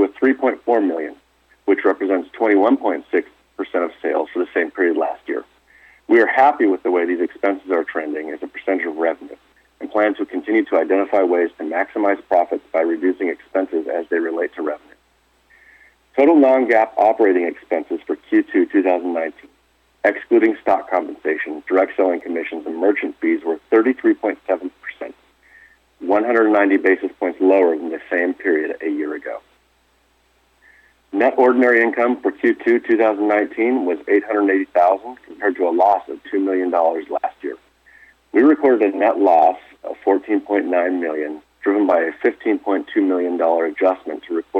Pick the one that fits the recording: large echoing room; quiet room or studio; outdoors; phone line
phone line